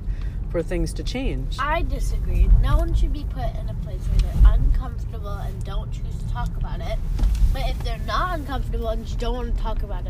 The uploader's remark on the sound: Brief, unedited, unscripted, thought generating dialog, recorded on my commutes to the office and other random places. This is episode was generated while on an evening ice cream run.